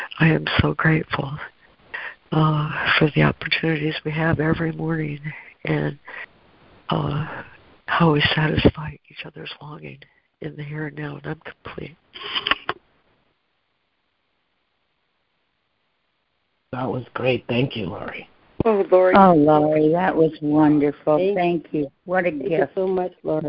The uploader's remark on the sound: ACIM Daily Conference Call